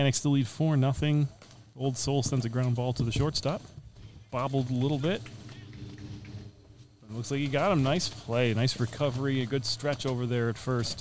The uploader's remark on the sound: MVBBF in Frankenmuth. From the Michigan Vintage Base Ball Festival back in June.